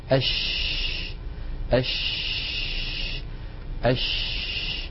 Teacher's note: تجدون بأن الشين كما ذكرنا عند بحث مخارج الحروف تخرج من وسط اللسان، من وسط اللسان من هذه المنطقة، ومن هنا ينشأ الصوت، من وسط اللسان ينشأ الصوت، ثم يندفع الصوت باتجاه مقدمة الفم فيصطدم الصوت بالأسنان بالصفحة الداخلية للأسنان العليا، فيؤدي هذا إلى حدوث انتشار للصوت في الفم. · Term: حرف الشين